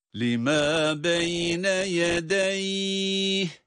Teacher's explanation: O zaman duruşumuz lima beyne yedeyi, cezimle okunan ya'nın üzerinde sesi uzatmaktadır · Term: meddilin